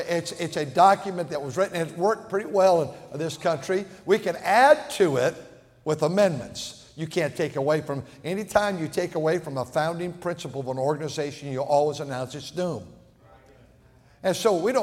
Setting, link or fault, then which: setting, large echoing room